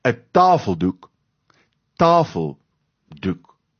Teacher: in samestellings val die klemtoon op die linkerkantste deel, op die eerste deel. So ons sê met ander woorde, 'n tafeldoek, tafeldoek, en dan is lê die klem op tafel, tafeldoek.